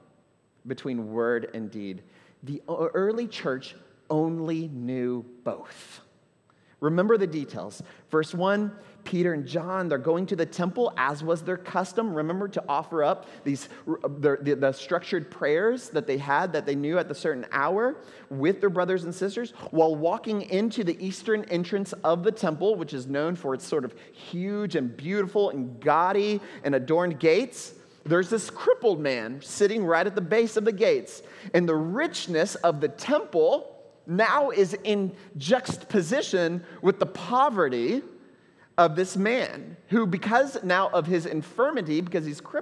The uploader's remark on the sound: at Trinity Church, Puerto Rico